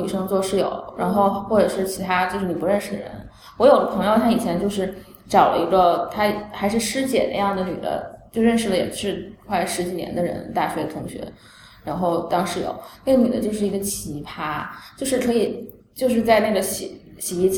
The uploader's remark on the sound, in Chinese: 由于包间有回声，音质欠佳